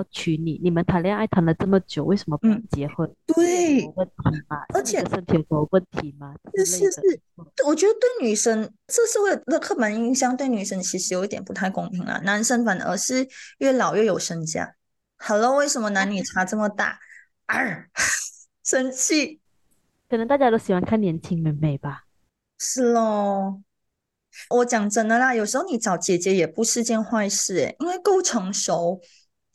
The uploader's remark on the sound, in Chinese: 所以选择了线上录音